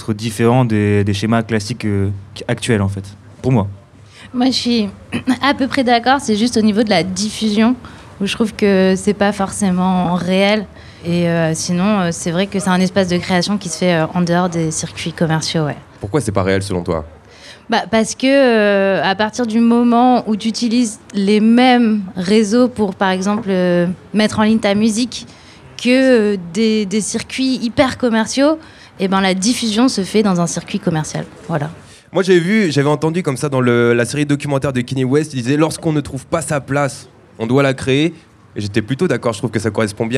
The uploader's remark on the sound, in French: Organisé par le label Focus. Enregistré en plein cœur du village du festival.